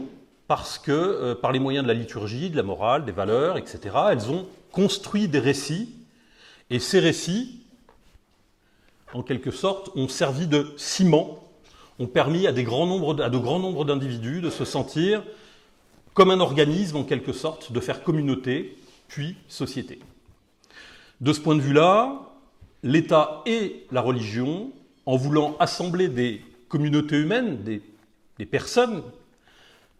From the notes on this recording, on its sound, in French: Conférence donnée lors de la VIIIeme université d'été d'Academia Christiana "Bâtir quand tout s'effondre".